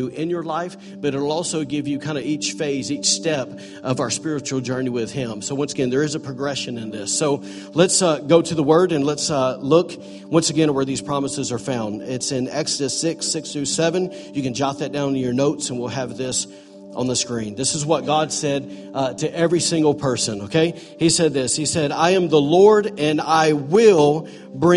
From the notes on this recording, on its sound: recorded on Sunday, January 28, 2018, during morning services at The ANCHOR Church in Rockport, Maine